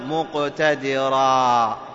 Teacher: الألف من حروف المد، صار مقدار حركتين لا زيادة عليه، لأنه لم يأتي له سبب لكي نطيله، فليس بعده همزة وليس قبله شيء، فيكون من باب المد ماذا؟ · Term: مد العوض